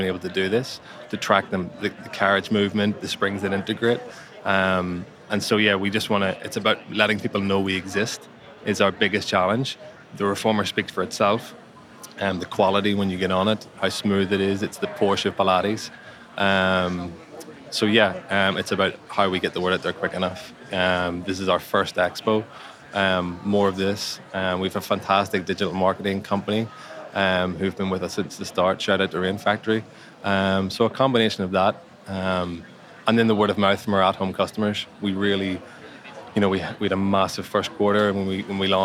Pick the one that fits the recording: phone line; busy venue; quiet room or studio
busy venue